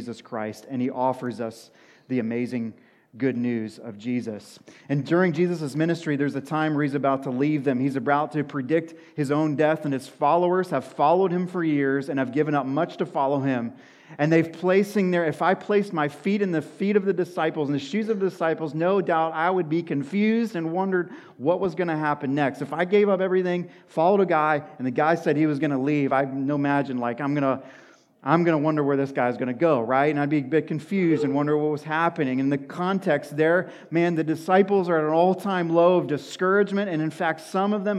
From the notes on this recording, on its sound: sermon at Washington Union Alliance Church